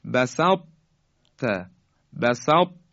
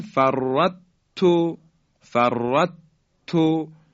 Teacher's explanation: اثری از درشتی حرف طا باقی مونده · Shown in: first take · Term: ادغام ناقصه